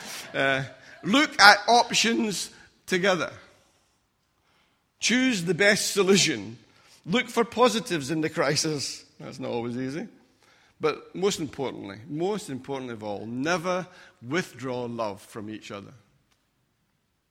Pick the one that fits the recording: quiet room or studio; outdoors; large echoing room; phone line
large echoing room